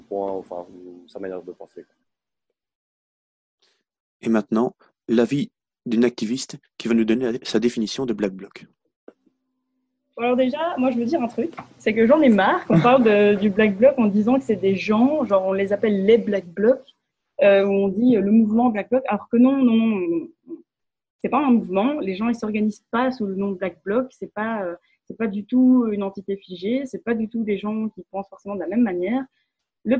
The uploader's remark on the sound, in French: Une émission radio enregistrée en télé-conférence sous les conditions du confinement lié au covid-19. Étudiants à l'Université Saint-Louis.